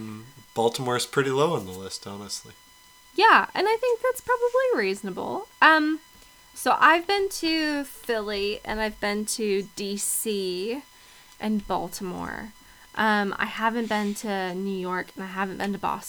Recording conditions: hum or buzz